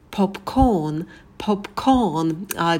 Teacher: Мы на «п» добавляем придыхание, на «к» добавляем придыхание. И в этом небольшом слове два звука «о», и они разные.